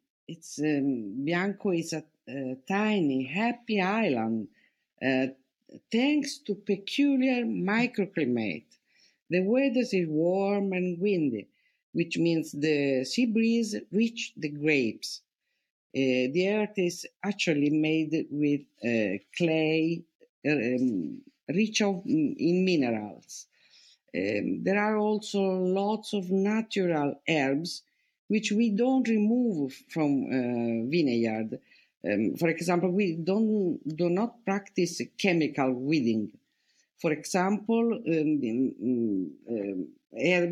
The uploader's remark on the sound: These sessions are recorded from Clubhouse and replayed here on the Italian Wine Podcast!